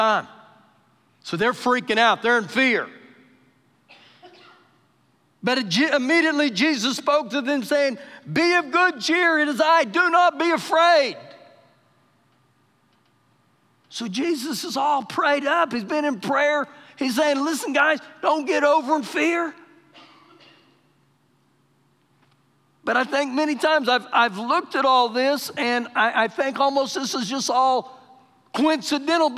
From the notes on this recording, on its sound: Recorded live during our Wednesday night service